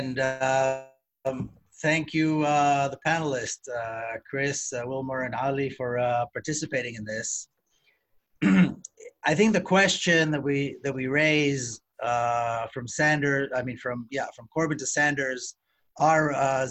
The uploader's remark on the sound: In part one of this two-part online event. This event was held online via Zoom.